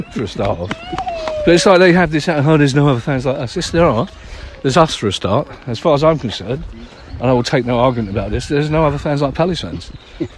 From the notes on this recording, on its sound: We're back doing the Palace For Life Marathon March, walking the streets and parks of South London to raise money for the people of South London.